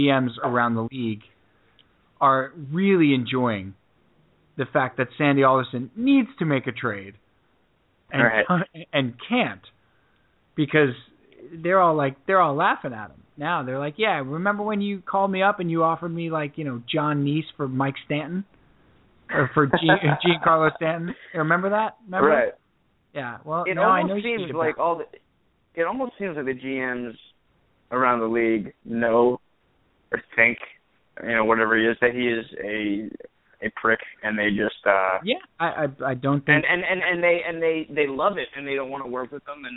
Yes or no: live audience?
no